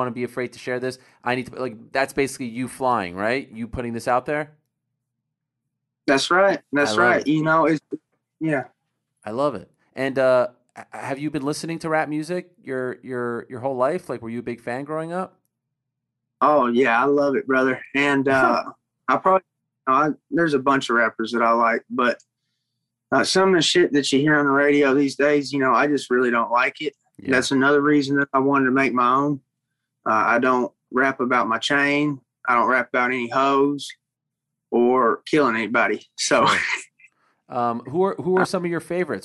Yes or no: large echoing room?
no